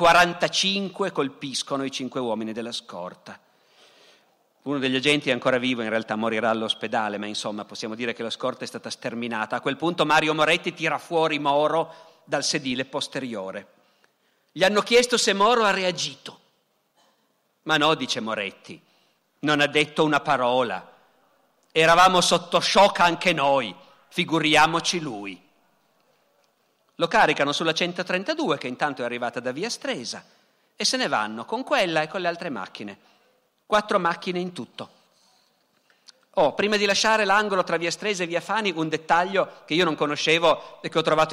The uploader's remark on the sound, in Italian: Dal Festival della Mente 2017.